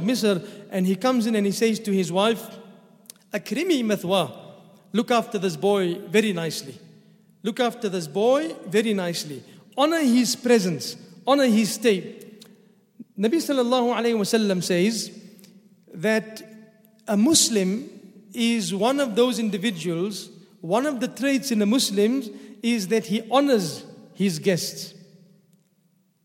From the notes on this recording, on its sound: at the Houghton Masjid (West Street), Johannesburg, South Africa